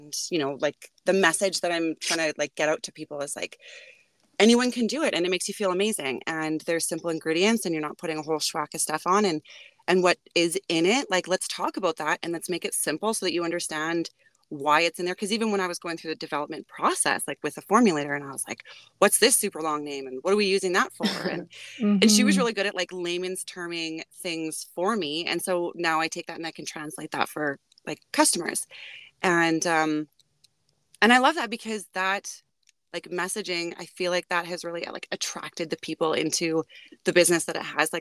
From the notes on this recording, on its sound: We broadcast from our car studios.